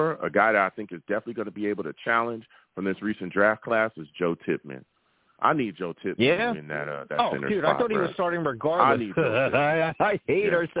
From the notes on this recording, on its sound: I take live callers!